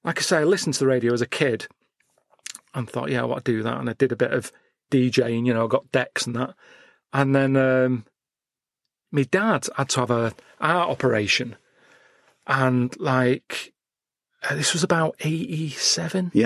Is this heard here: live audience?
no